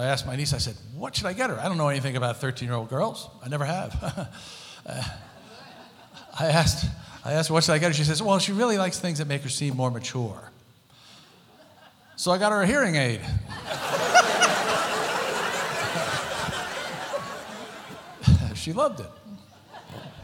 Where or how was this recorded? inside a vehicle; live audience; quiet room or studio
live audience